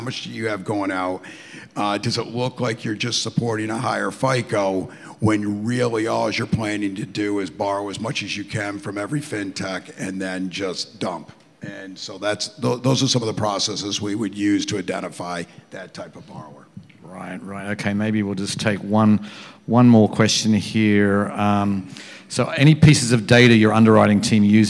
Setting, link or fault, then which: setting, busy venue